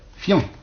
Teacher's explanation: Prononciation et lecture, conversation et lecture, c'est fiancé, c'est-à-dire deux syllabes. Bon, il ne faut pas prononcer un i, mais on prononce un iode, fian, une seule syllabe, voyons.